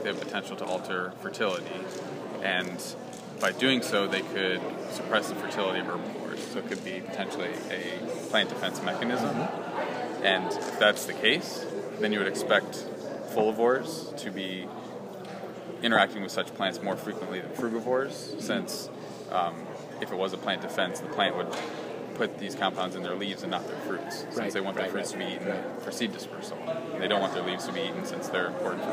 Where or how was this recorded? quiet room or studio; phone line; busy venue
busy venue